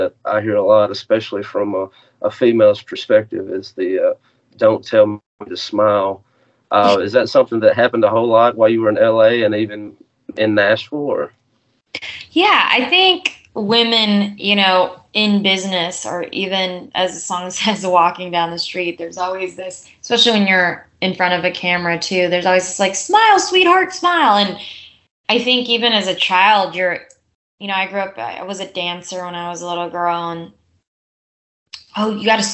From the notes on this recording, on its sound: over a Skype call